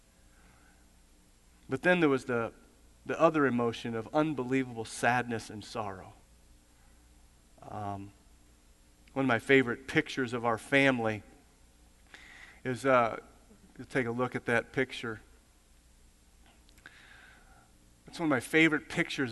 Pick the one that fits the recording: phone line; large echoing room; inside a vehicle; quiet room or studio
large echoing room